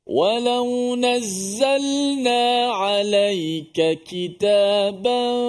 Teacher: huruf zai ini satu tempat dengan makhrajnya huruf sin dan juga sad. Yang mana huruf zai tempatnya hujung lidah bertemu belakang gigi bawah.